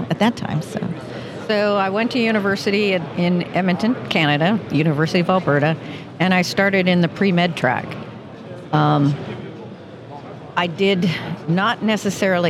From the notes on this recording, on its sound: Recorded live at the 2023 SPE Gulf Coast Section Electric Submersible Pump Symposium.